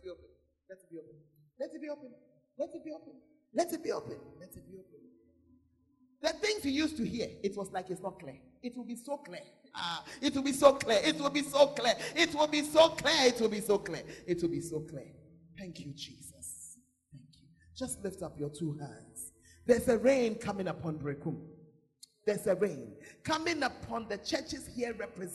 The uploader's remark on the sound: Preached at the Makarios Conference; Berekum